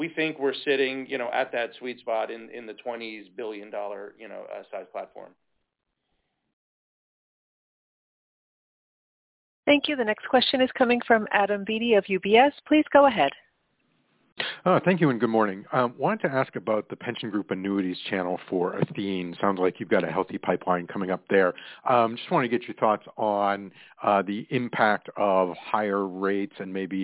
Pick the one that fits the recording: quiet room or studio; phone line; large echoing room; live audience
phone line